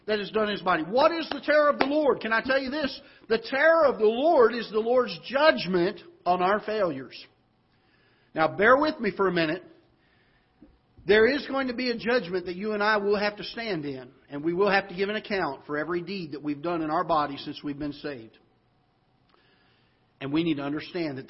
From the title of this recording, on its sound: Ketha Heights Baptist Church ~ Live Broadcast